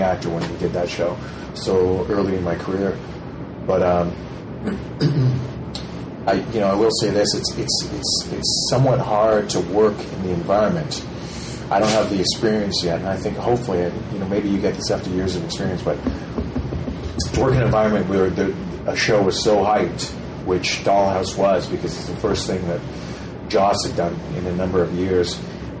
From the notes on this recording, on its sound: This ep[isode was recorded at Farpoint and the room noise does make the interview sound rough.